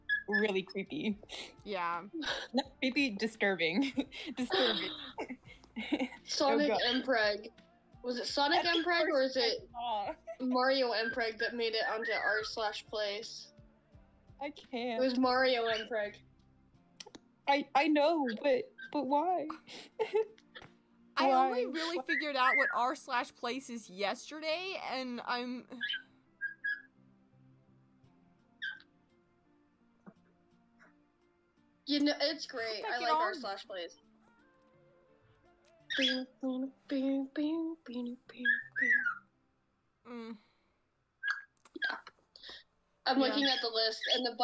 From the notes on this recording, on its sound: while constantly glitching out and having technical issues